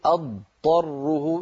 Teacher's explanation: فصل الضاد عن الطاء وبيان كل منهما